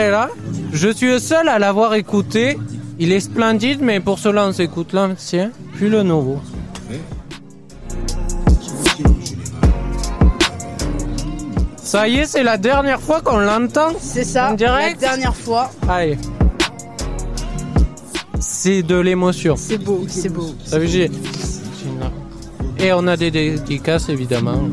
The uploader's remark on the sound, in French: En direct de "Jeunesse en fête".